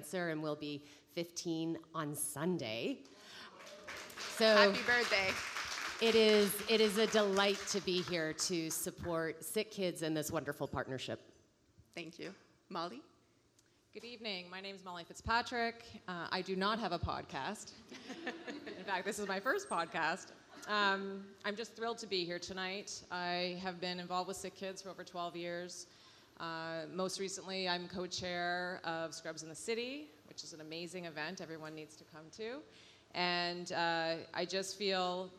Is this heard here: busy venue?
yes